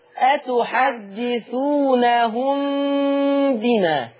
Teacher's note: أي ميم معلهاش تشكيل وياتي بعدها حرف الباء؟ قربي الشفتين خلاص واعملي غنة